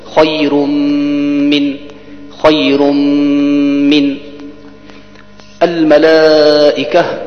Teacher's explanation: ثم عند الوصل بينها وبين حرف الجر من تكون هناك نون ساكنة بسبب التنوين، وهنا يجب أن يكون الإدغام ناقصا، إذا ندغم بمعنى شدة ولكن بغنة